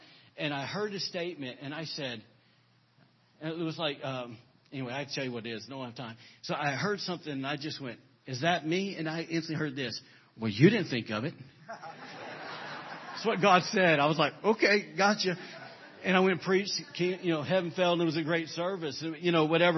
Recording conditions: large echoing room